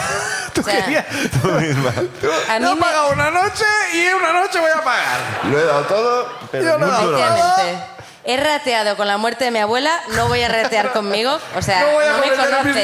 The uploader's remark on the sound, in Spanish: desde la Sala Barts de Barcelona